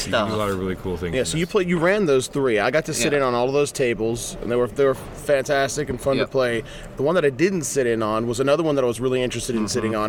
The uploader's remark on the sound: Live From Fort Wayne, It’s Winter Fantasy! We are coming at you LIVE from the Grand Wayne Center in beautiful and blustery downtown Fort Wayne.